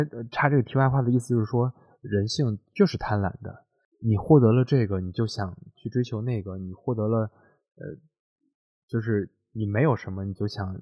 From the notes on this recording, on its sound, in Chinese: 希望大家体谅我的录音和剪辑。